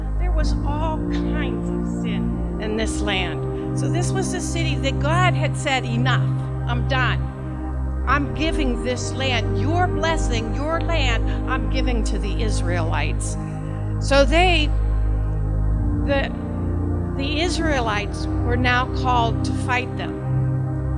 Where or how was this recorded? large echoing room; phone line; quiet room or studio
large echoing room